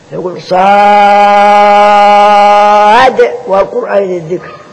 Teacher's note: هجاء صاد ألف دال والوسط حرف مد، يبقى مد ست حركات · Term: مد لازم